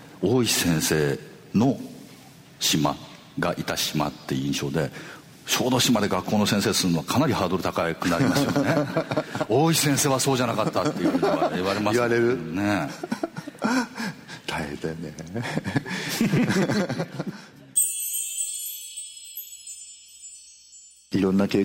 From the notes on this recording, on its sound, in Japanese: 8月24日に小豆島で「喋楽苦（しゃべらく）」と題して行われたトークイベントの模様をお送りします。